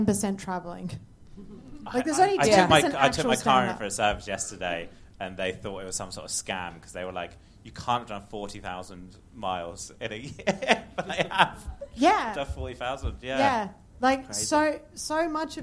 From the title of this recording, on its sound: Live at London Podcast Festival